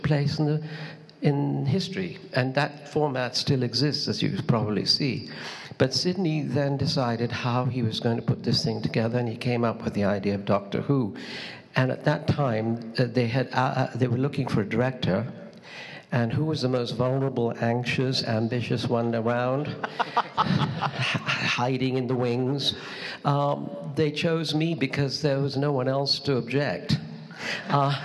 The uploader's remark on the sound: Doctor Who: Podshock Live Show recorded on stage at Gallifrey One's Catch 22: Islands of Mystery. In Los Angeles, California.